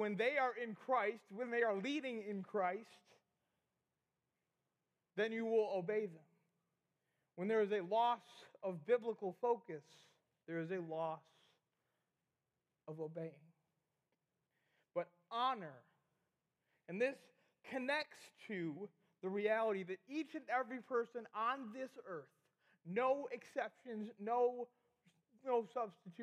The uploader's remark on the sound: we had the middle school rally recorded!